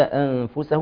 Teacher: الاخفاء الحقيقي مع ايضا تحقيق الفتح في السين